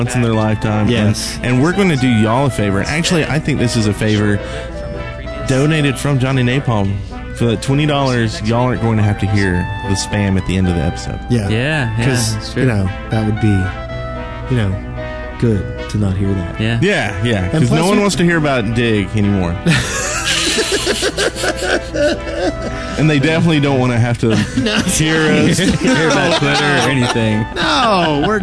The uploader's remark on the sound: We had a blast and managed to record a CP episode right in the middle of the convention floor. Podcasting live from Play On Con in Birmingham Alabama over the 4th of July weekend. We had a blast and managed to record a CP episode right in the middle of the convention floor.